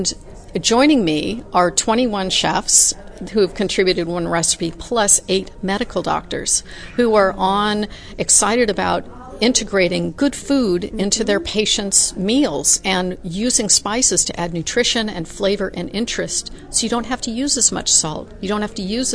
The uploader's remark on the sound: She is a fellow member of Les Dames d’Escoffier and we had a fun Kitchen Chat at one of the conferences.